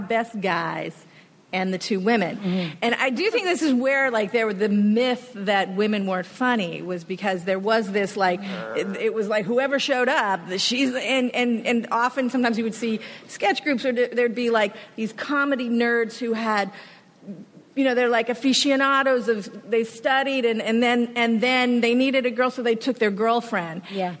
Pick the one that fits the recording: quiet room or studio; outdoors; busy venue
busy venue